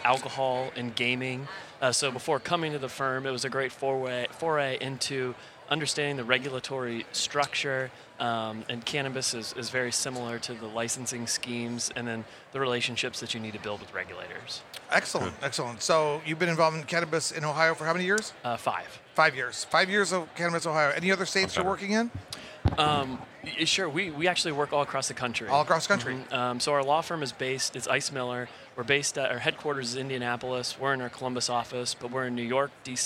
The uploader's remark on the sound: Recorded at MJBizCon 2023